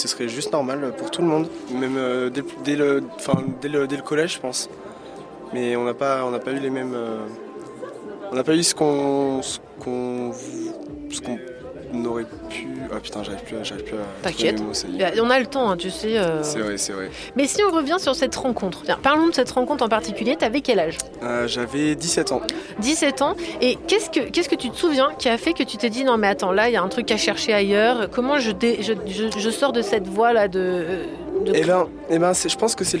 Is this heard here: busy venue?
yes